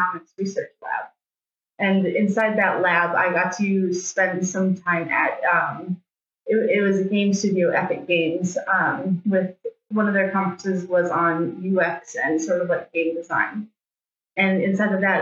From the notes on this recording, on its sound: Apologies for the audio quality for this episode. Sometimes impossible for windows to pick the right mic to record from.